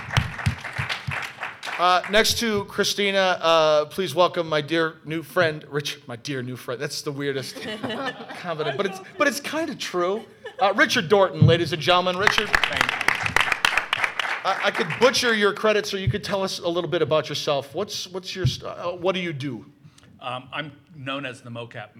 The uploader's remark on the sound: This Live panel at the 2018 LA Comiccon